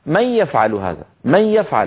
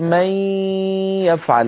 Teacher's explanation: لكن في القرآن نقول من يفعل، هذا المط للغنة مصاحبا لصوت الياء هو من خصائص النص القرآني · Shown in: second take